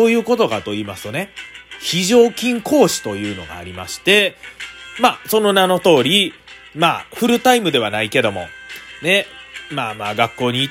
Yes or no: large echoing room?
no